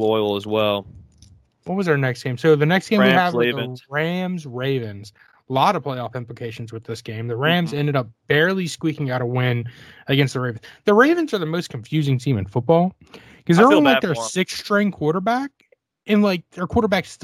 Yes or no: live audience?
no